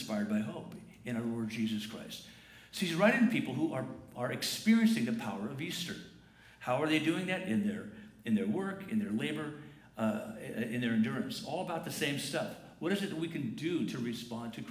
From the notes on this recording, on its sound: Morning worship takes place at 9:00 and 10:45 am on Sundays at La Jolla Community Church. The 10:45 am service on Sunday, April 28, 2019.